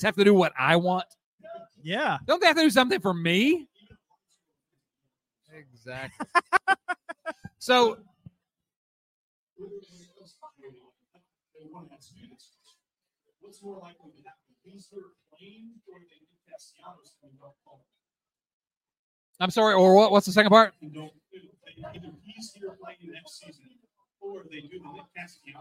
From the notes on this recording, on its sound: LIVE at The Stretch! At The Stretch just steps away from Great American Ballpark. Yes, we know there are some audio issues. Hey, we tried our best.